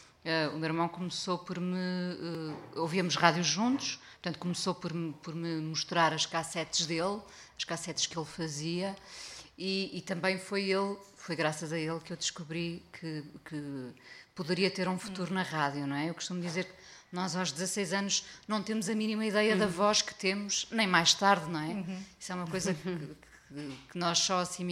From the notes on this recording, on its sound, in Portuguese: em mais um episódio do Salt Peanuts ao vivo na Chasing Rabbits